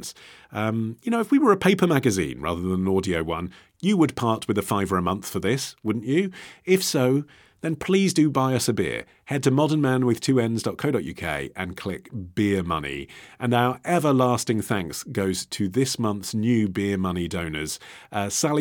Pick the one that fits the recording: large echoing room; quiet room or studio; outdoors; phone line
quiet room or studio